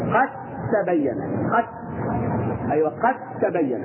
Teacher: إذن الدال الساكنة إذا جاءت بعدها الطاء التاء ندمج الدال الساكنة بالتاء فيصبح تاء مشددة بدون غنة